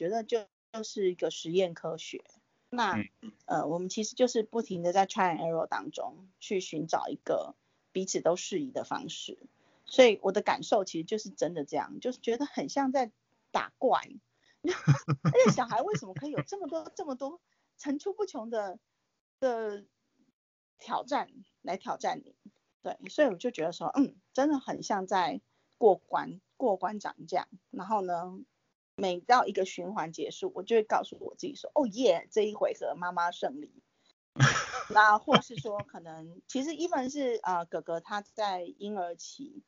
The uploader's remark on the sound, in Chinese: 疫情期間透過網路平台錄音，音質部分還請見諒！